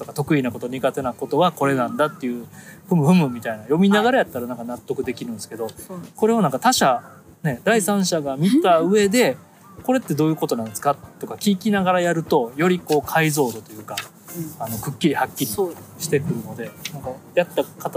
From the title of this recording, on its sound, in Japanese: 野外収録